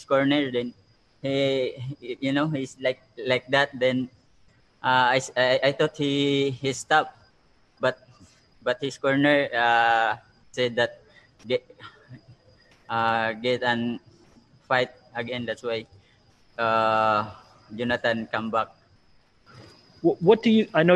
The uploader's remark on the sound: Post Fight Media conference after title defense